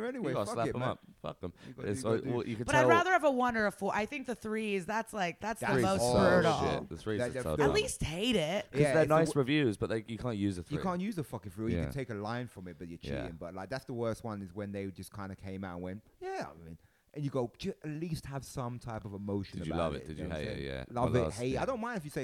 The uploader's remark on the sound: Recorded at the Edinburgh Fringe